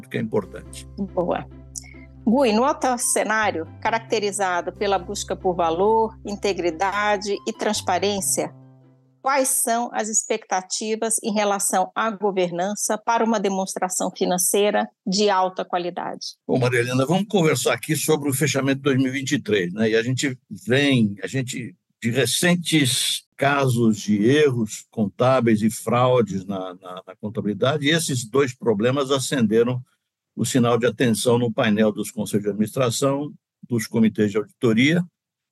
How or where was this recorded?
video call